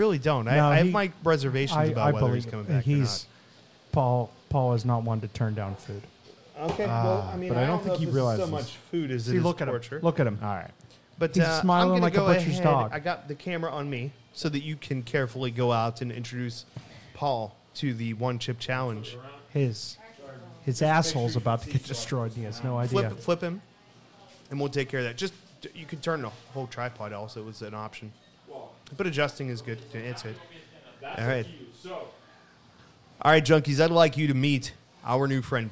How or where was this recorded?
busy venue